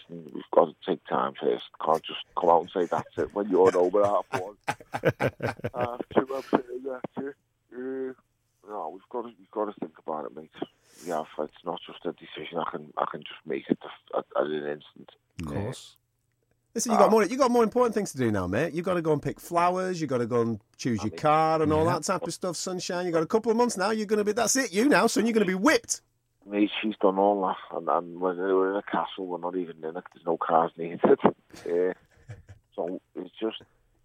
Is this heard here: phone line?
yes